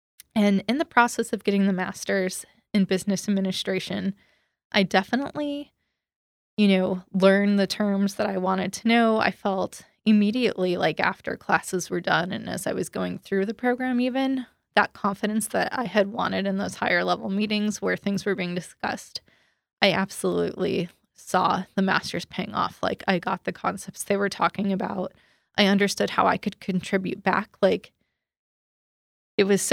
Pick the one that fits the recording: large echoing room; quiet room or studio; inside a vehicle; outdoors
quiet room or studio